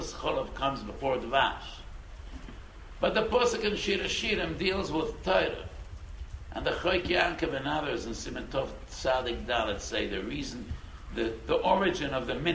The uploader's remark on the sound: Delivered to mechanchim at DRS Yeshiva in New York.